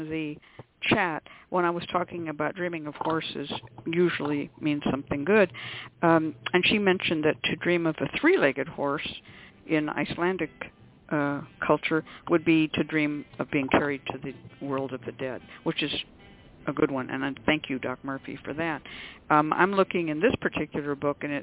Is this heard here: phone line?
yes